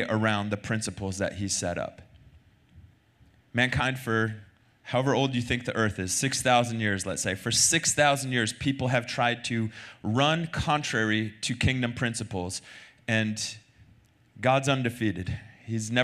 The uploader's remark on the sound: Recorded Sunday night service at Reunion Hawaii.